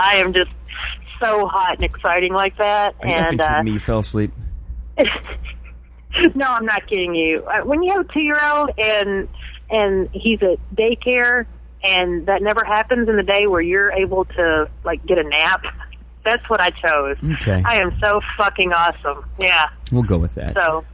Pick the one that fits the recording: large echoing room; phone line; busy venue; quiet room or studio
phone line